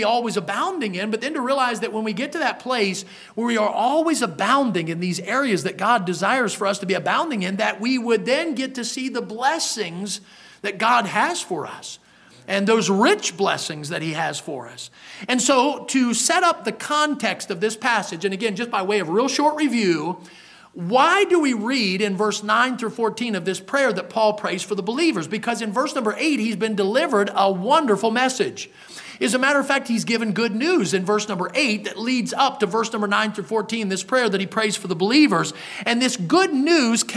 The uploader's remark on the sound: in the Sunday Morning Service on February 5, 2023, at Victory Baptist Church in Boonsboro, Maryland.